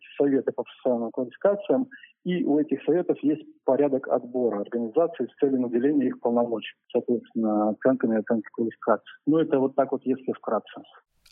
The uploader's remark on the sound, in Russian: присоединился к нашей беседе по телефону.